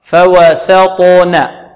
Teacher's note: عندنا الطاء هنا مقلقلة وماذا؟ ومفخمة. السين مرققة والقاف مقلقلة مفخمة.